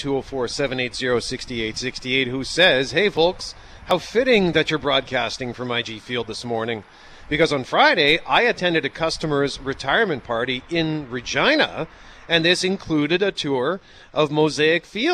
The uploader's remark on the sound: Live from IG Field!